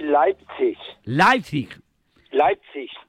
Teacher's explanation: diptongo EI en alemán siempre se pronuncia AI, ¿sabes? Entonces, eh, por eso eh, es Leipzig.